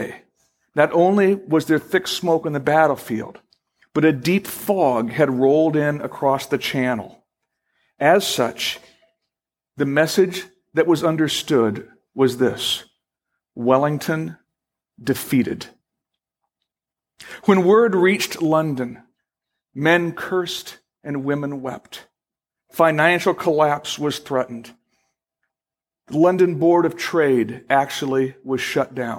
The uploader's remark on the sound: Originally Recorded April 6, 2012, at Fellowship Missionary Church, Fort Wayne, IN.